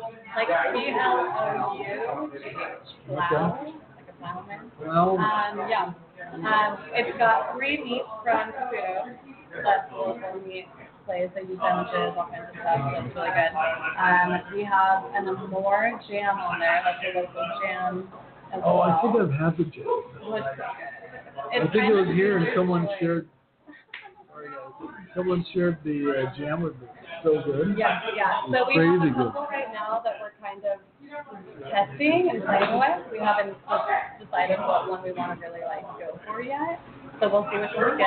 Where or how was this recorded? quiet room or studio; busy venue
busy venue